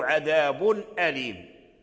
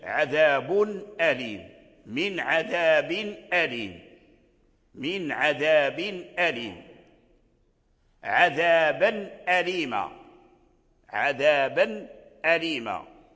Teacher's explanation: عند الهمزة نحو عذاب أليم في غير رواية ورش عذاب أليم، فالتنوين هنا يظهر عند الهمزة · Term: الإظهار